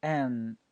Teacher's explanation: 当你发 and 的时候，请你把你的手指放到你的这个鼻子这个位置，能强烈的感受到鼻子在震动